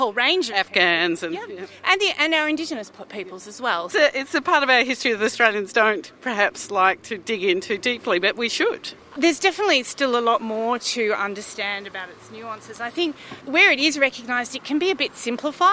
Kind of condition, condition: setting, outdoors